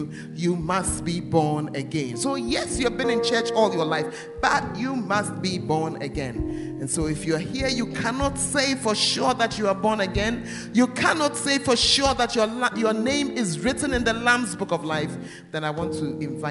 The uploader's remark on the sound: Preached at First Love Center; Ayeduase